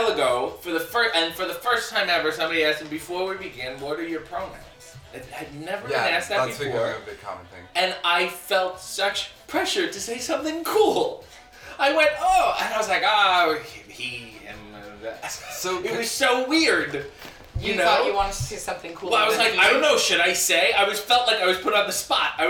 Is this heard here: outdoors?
no